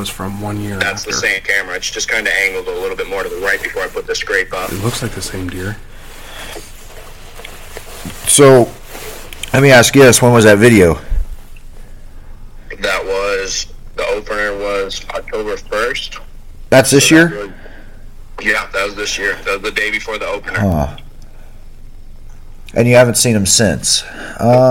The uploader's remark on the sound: hops on the phone and shoots the shit with me